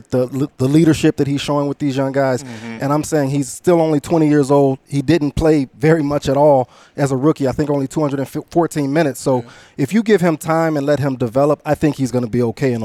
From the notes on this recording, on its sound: The CHGO Bulls crew are LIVE from the Legacy Club at Circa Resort & Casino!